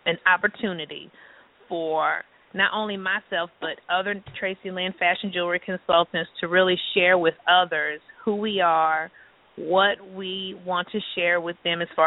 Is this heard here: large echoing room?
no